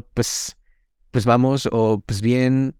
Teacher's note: pues ese pues que se reduce a ps es la vocal caediza